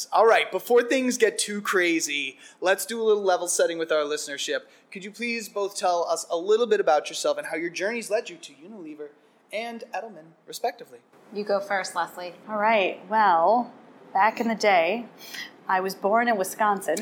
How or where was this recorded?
busy venue